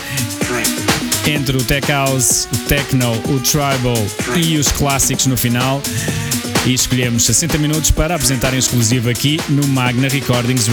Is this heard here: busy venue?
yes